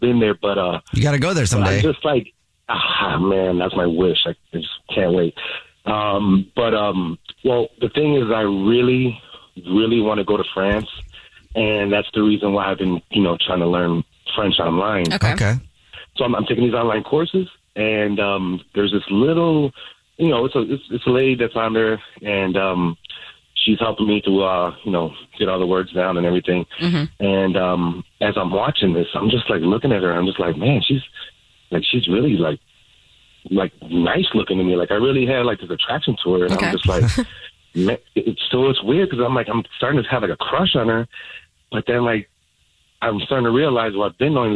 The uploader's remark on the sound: The woman on the phone